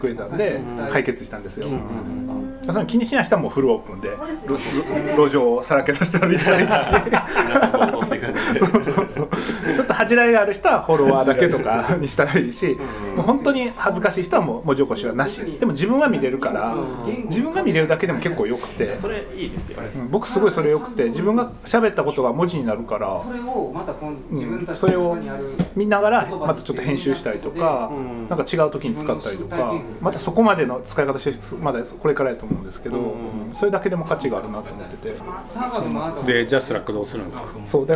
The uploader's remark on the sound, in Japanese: BAR KRYPTOで